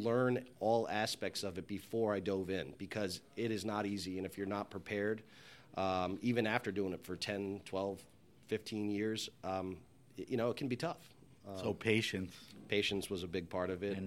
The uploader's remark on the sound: This episode of HRN On Tour was recorded at the Global Wine Dinner at Washington Prime as part of Norwalk Now's CRUSH. The proprietor of Washington Prime in the SoNo district of Norwalk, CT.